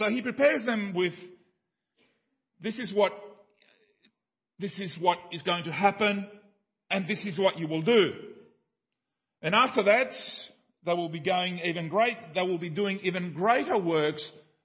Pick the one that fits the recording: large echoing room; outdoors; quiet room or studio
large echoing room